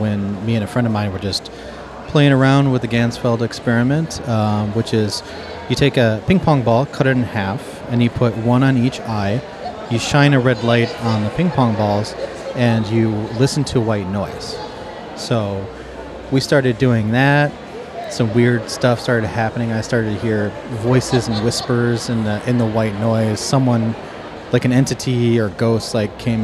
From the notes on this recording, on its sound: This episode was recorded live at the Chicago Paranormal Convention!